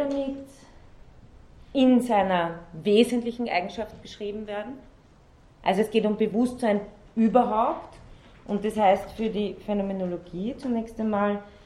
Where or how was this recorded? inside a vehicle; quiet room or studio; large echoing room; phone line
large echoing room